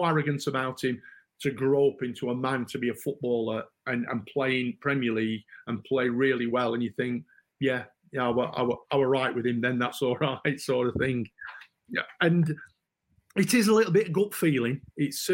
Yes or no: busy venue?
no